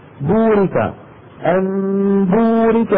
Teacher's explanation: باء انطق يا ايها الانسان باء مضمومة، بو تكون الشفتين منفصلتين ثم يبتعدان عن بعضهما ويصاحب هذا التباعد انضمام للشفتين الى الامام كهيئتهما عند النطق بالواو